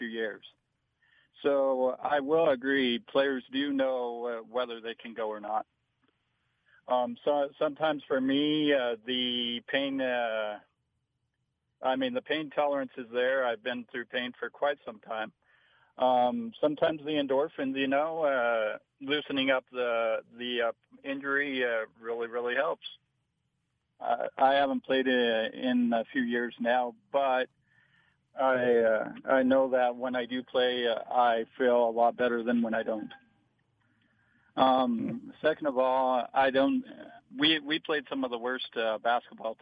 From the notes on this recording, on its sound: Fans' calls on Saturday night. In Los Angeles.